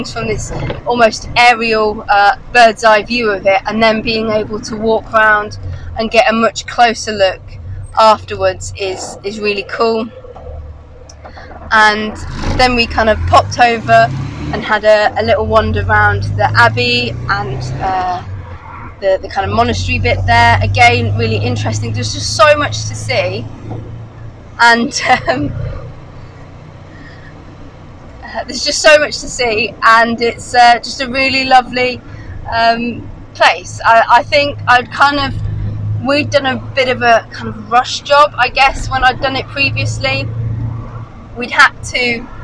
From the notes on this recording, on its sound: Our visist to Beaulieu in Peggy the Morris Minor. All recorded from my 1968 Morris Minor, Peggy. During our week long stay down south.